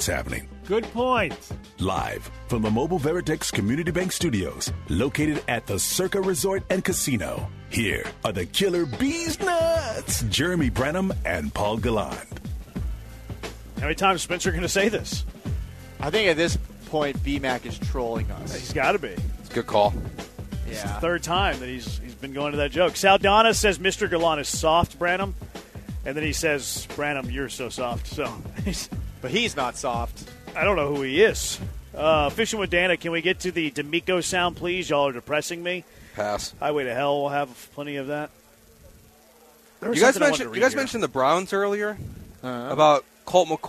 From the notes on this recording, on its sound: LIVE from Circa Resort & Casino in Las Vegas!